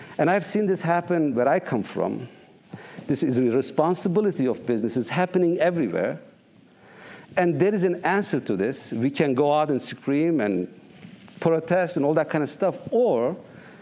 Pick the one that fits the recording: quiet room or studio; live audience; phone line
live audience